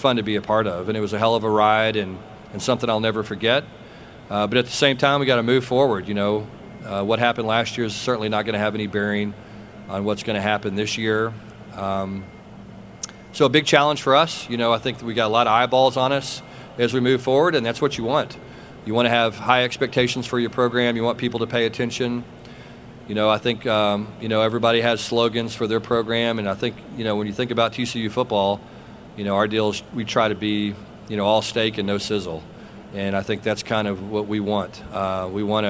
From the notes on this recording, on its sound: press conference at Big 12 Football Media Days